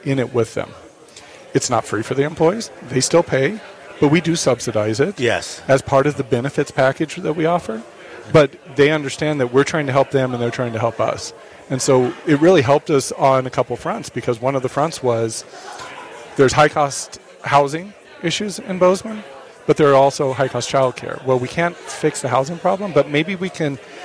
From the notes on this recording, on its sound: Broadcasting LIVE – MT Chamber’s Business Days at the Capital